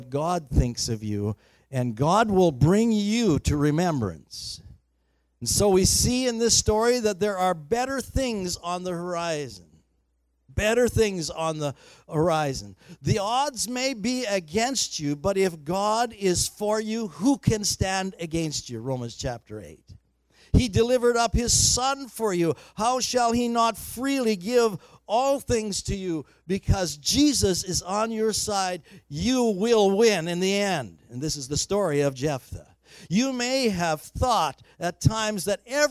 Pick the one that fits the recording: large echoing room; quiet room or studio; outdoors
large echoing room